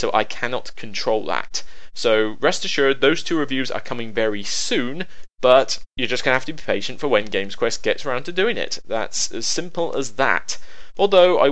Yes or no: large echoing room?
no